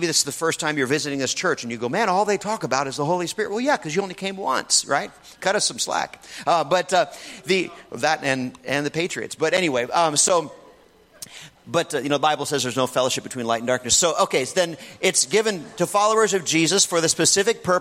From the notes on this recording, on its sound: In this message from the Renew Conference